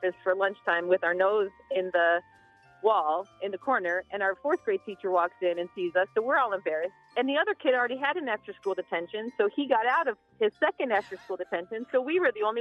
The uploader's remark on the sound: Even an assistant principal called in to the show.